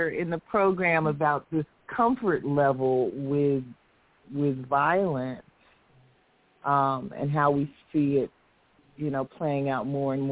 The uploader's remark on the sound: Follow-up Call-In Session.